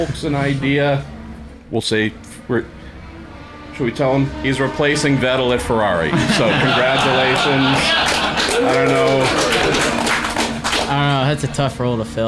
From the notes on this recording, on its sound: Live at Monterey 2019. In front of a small audience.